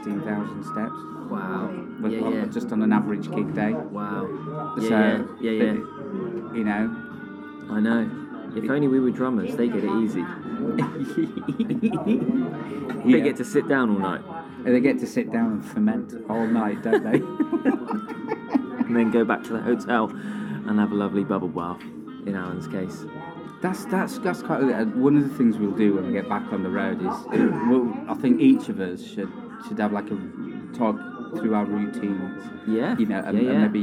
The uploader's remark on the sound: Live from the PUB!